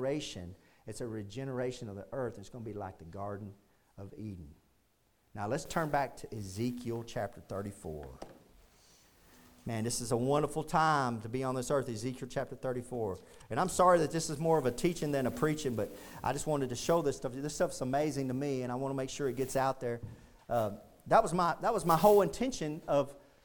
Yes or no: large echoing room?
yes